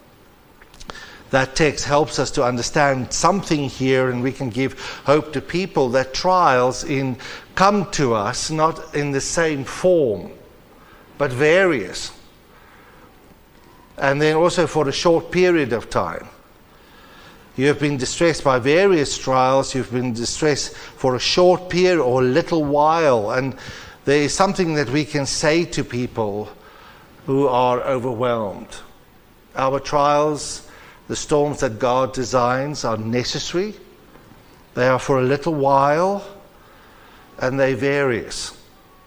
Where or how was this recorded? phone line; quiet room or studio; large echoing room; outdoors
large echoing room